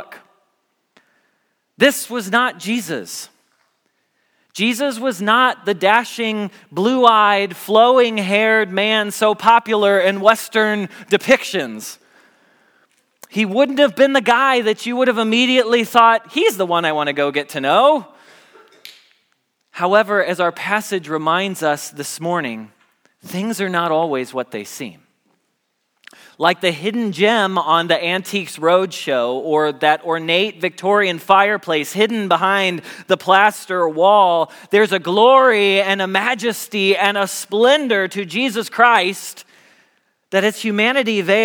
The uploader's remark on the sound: Message Preached at Valley Creek Church